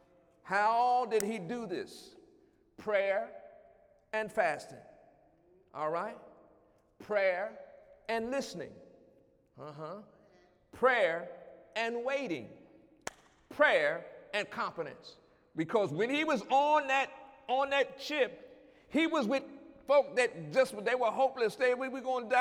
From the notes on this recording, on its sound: During Wednesday night service